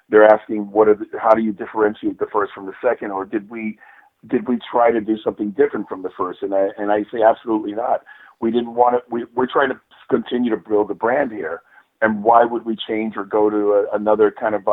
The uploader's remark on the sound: Called in to talk about the band's new release 2020.